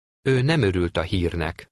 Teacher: Note that the third and fourth words run together.